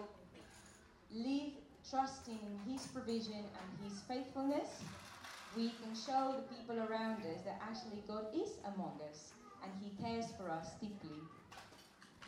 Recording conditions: poor sound quality